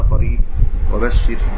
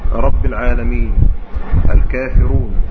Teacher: المكسورة مرققة، المفتوحة المضمومة مفخمة